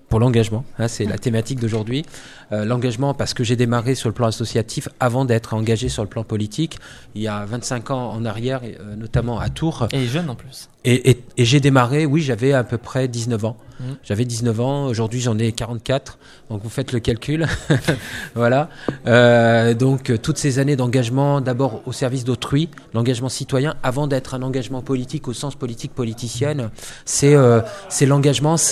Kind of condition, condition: setting, busy venue